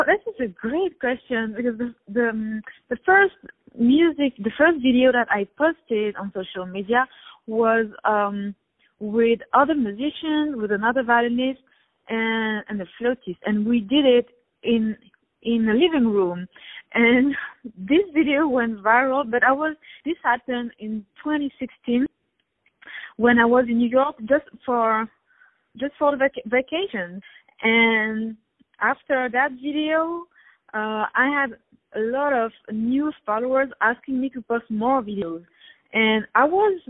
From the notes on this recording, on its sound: On the phone.